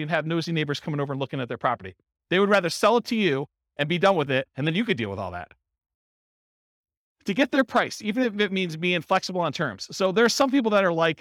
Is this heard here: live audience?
yes